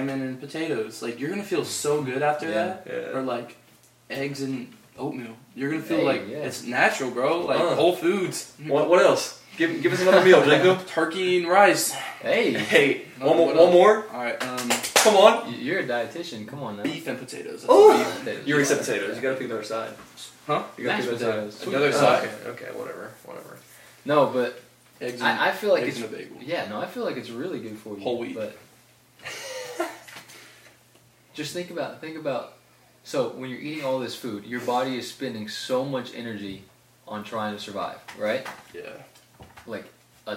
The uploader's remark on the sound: Microphones didn't record, so we used camera audio.